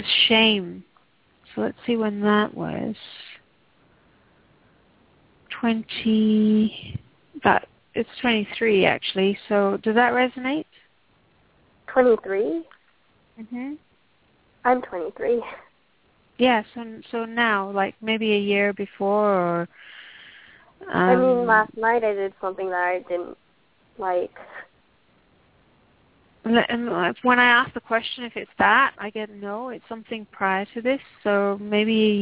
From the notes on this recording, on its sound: Takes your calls for healing live today!